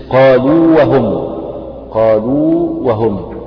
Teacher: والاستثناء الثاني إذا كان الحرف الأول حرف مد، مثل قالوا وهم، قالوا وهم، هنا الحرف الأول حرف مد اللي هو الواو، والثاني واو متحركة، هنا الواو الأولى لا تضغم في الواو الثانية